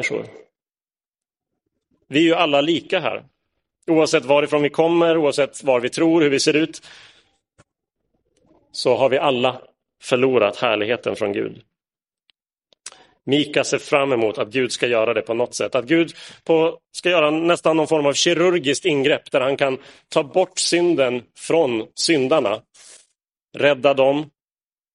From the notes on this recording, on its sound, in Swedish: Inspelad i Roseniuskyrkan den 3 juli 2022.